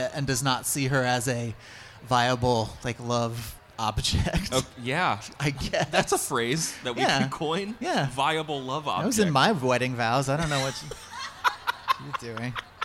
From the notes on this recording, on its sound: This week's episode is a recording of our live episode from the New England Library Association in Rhode Island in October.